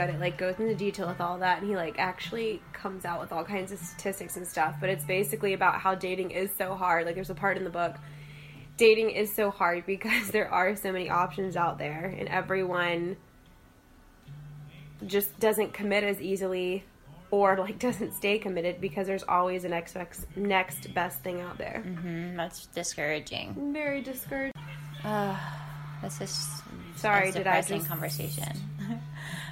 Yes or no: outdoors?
no